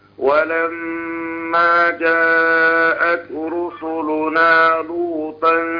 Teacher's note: الميم المشددة والنون المشددة بنديهم غنة حركتين لأن الغنة مركبة في جسم النون والميم